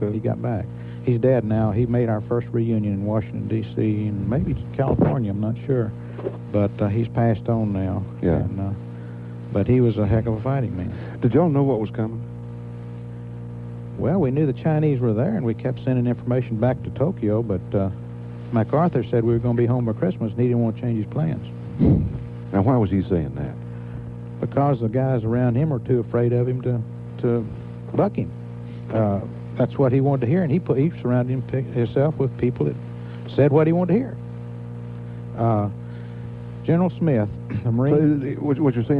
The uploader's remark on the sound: Austin Radio station KVET interviewed. In a call-in show about their experiences.